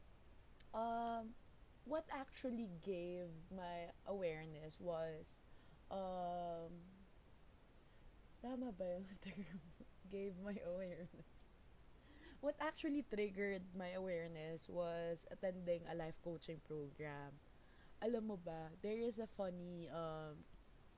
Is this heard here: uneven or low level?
yes